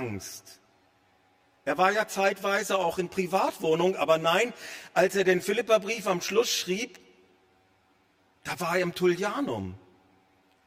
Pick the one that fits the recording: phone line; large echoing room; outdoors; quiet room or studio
large echoing room